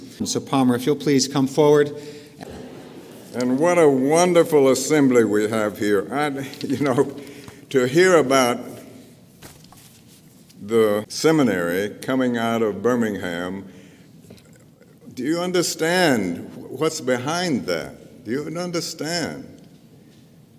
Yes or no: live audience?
yes